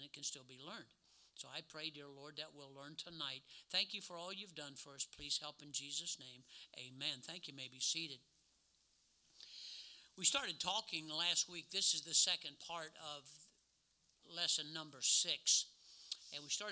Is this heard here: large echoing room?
yes